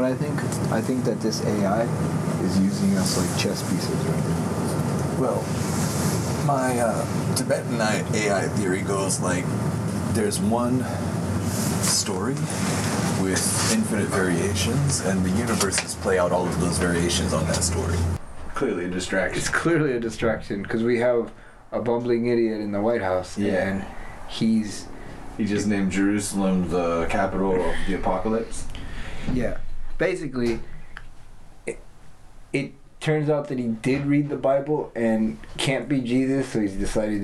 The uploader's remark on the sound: There are some audio issues.